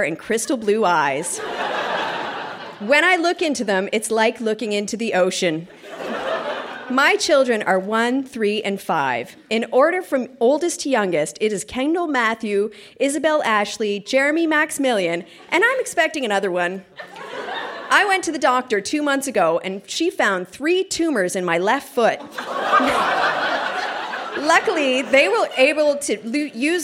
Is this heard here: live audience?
yes